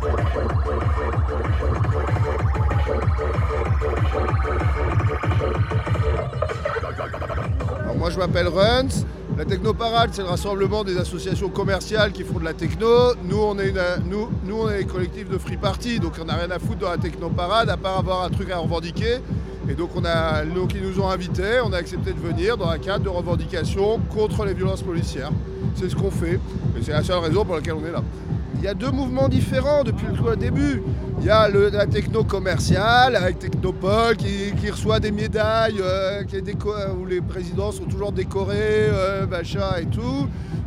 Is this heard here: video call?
no